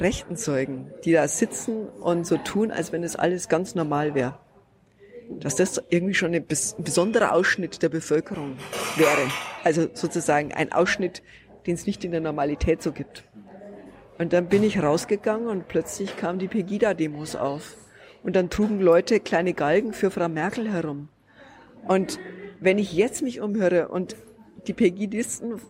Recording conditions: busy venue